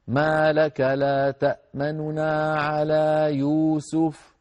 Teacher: الكيفية الثانية لهذه الكلمة أن يبقى تأمننا يبقى بنونين، ولكن النون الوسطى التي سكناها في الإشمام النون الوسطى نأتي بها مختلسة